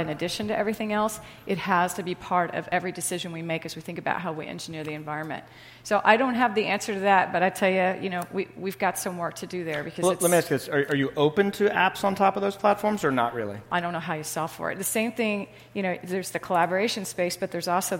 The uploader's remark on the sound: In this customer panel at Greyscale, an event hosted by Greylock Partners